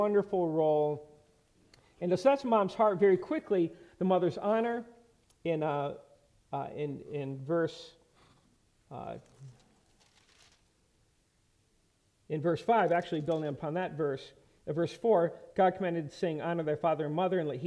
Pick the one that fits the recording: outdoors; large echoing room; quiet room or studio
large echoing room